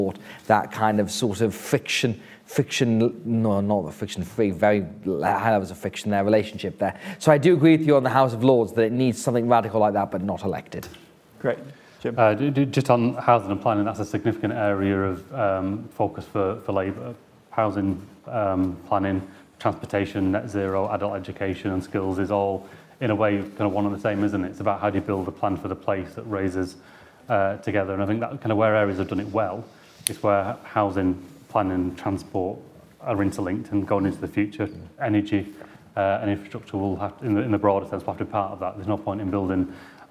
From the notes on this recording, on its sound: Audio recording of event held at the Institute for Government, 16 January 2024.